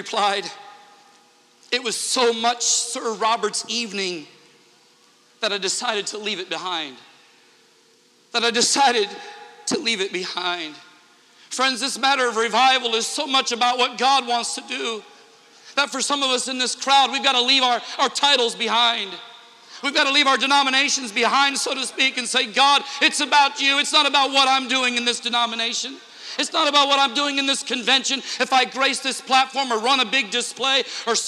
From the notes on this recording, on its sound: Interchurch Holiness Convention Dayton, OH 2009